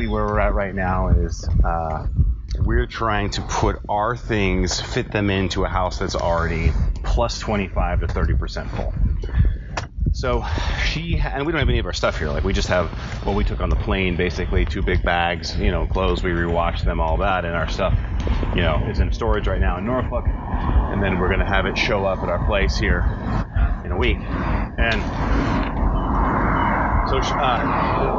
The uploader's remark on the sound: Bad sound.